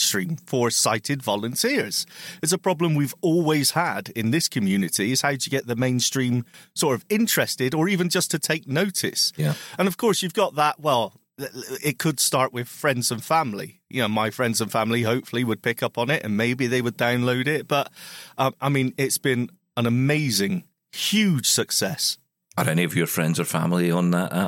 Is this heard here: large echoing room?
no